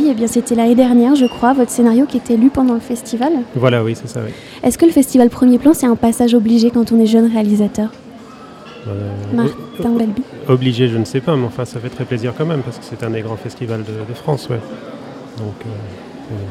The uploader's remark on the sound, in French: Toute cette semaine, nous plantons nos micros dans le hall du Centre des Congrès pour suivre au plus près le festival Premiers Plans. Radio Campus Angers.